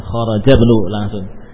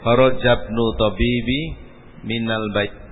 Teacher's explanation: Kharajabnu sudah betul. Kalau pengucapan ibnu tadi tanpa butuh dibaca hamzahnya. Kharajabnu langsung.